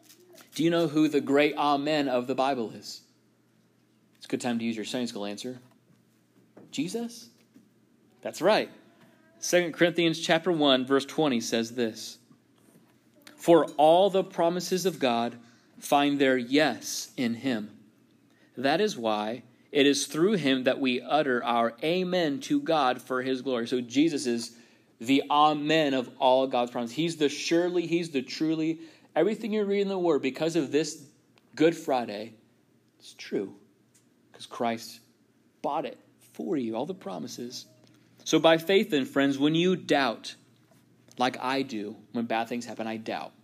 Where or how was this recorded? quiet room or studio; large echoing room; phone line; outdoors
large echoing room